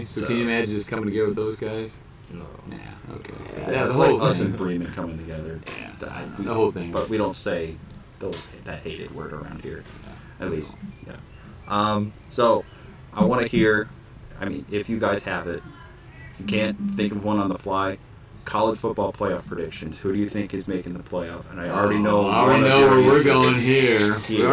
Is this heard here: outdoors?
yes